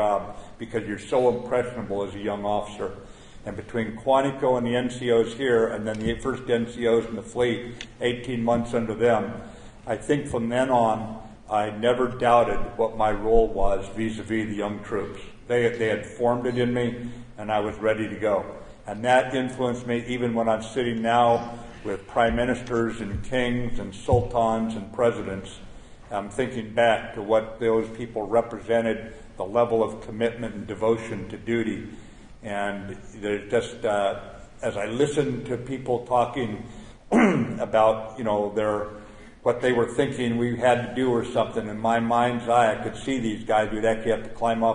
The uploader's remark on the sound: at the Combat Development Dinner